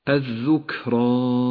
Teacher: تهمس الكاف لتقويتها وتوضيحها